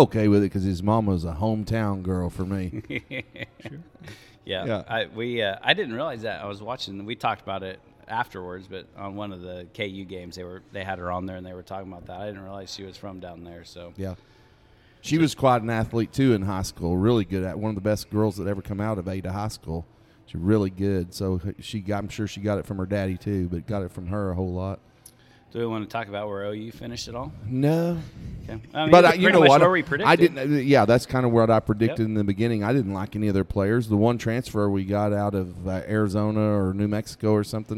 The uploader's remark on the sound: We left the studio and went on location for this episode at the Prickly Pear Grill and Cantina in Salina!